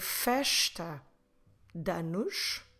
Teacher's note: it is a vowel that we normally drop, the vowel E